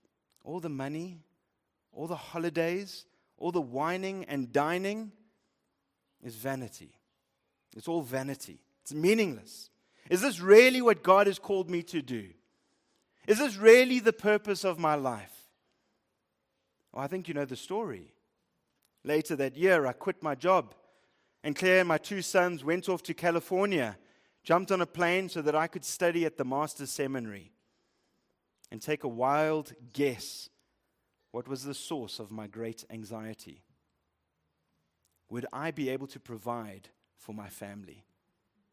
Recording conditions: large echoing room